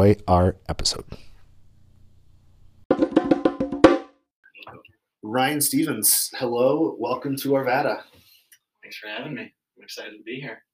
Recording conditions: uneven or low level